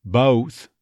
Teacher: neutralization of the first half of the O diphthong